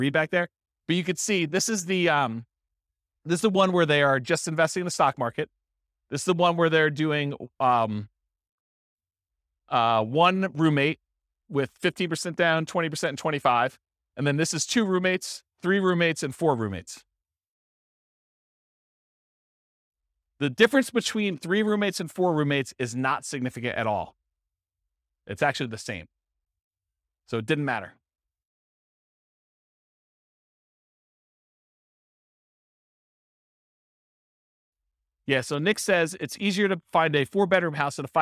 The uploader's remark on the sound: This was a live class recorded